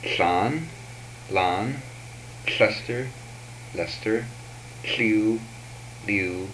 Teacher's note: These are approximant and fricative laterals.